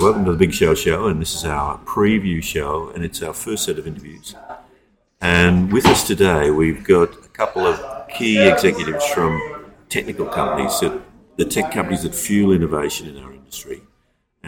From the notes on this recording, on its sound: We are back in the Big Apple for NRF's Retail Big Show for 2023! Live from the expo floor.